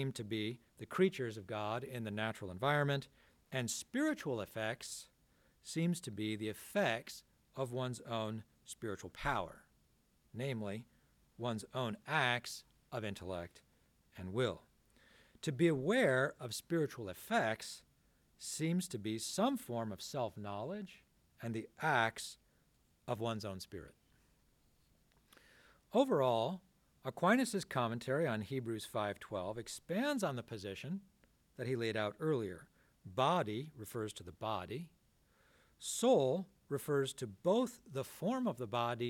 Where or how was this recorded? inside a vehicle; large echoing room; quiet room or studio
large echoing room